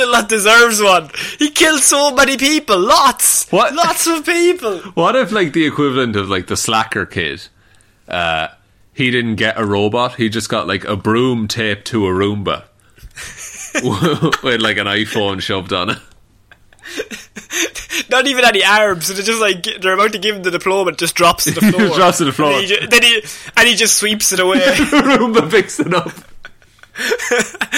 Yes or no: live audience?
no